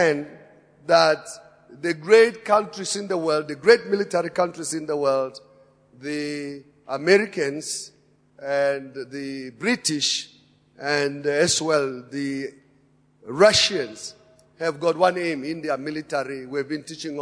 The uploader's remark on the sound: Preached at Emmanuel Christian Church, Arcadia Campus, on the 11th of February 2018.